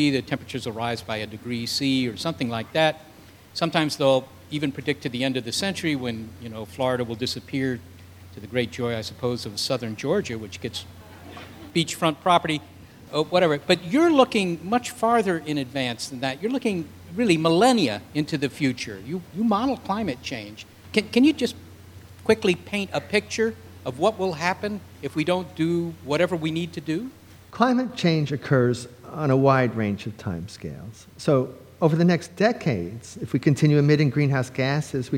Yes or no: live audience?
yes